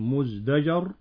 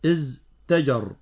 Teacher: وأصله ازتجر، ولكن التاء إذا وقعت بعد زاي ساكنة أبدلت دالا، لأن التاء حرف مهموس والزاي حرف مجهور، فأبدل من التاء حرف مجهور وهو الدال ليتناسبا · Shown in: first take